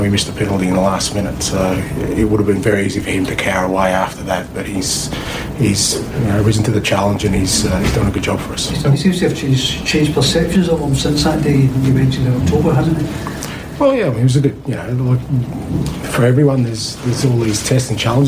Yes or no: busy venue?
yes